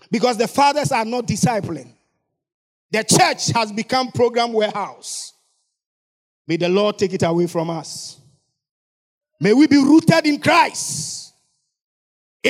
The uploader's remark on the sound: Sermon preached at CBC Shiashie Campus.